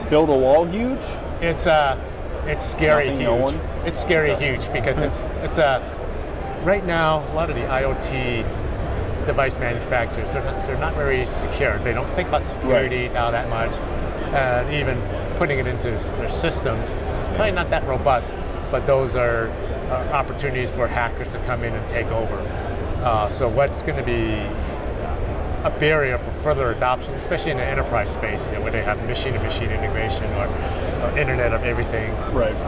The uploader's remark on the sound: Live from InfoComm 2016. Is live from the show floor of InfoComm 2016.